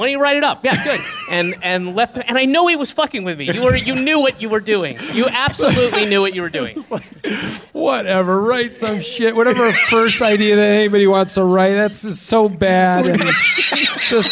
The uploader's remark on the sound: It's live WTF from the Vancouver Comedy Festival.